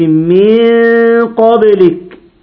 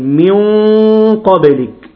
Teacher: القاف حرف مفخم يبقى الغنة تفخم · Shown in: second take